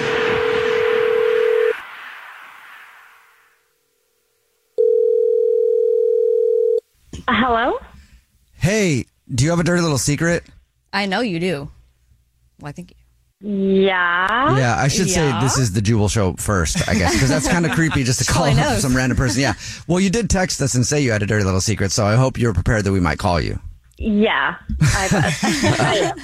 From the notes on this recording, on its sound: The woman on the phone has a Dirty Little Secret that involves her parents and her boyfriend!